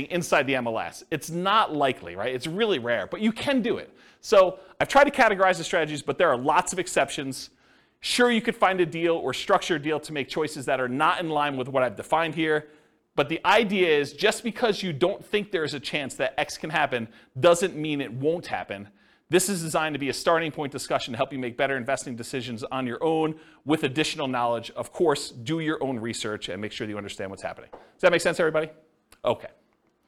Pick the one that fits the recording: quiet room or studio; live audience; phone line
live audience